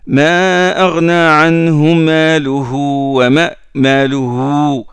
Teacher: Le premier ha, on ne le prolonge pas. Le deuxième, on le prolonge.